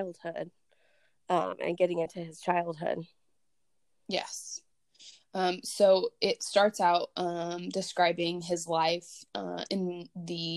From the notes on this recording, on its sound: There are some more glitches with audio because we are learning.